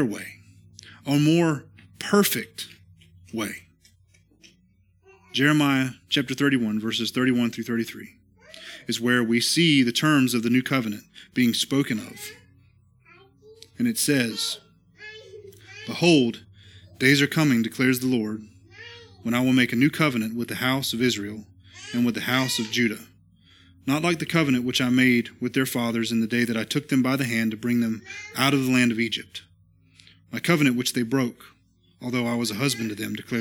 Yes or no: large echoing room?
yes